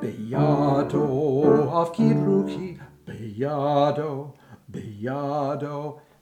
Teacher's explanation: To accommodate that, make the ya, the second syllable, the ya of biyado, make it a little bit longer